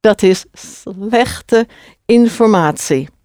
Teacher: So the E always gets pronounced in Dutch at the end of a word as an E. So again, that unstressed sound.